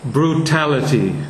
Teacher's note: Brew is a short vowel, a is a short vowel, but both of them get stress, and the second one gets the weight.